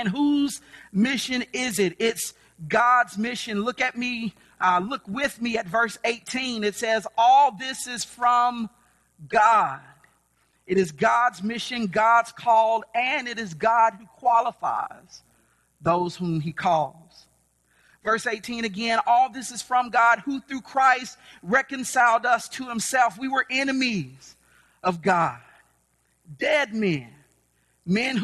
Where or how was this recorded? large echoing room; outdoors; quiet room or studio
large echoing room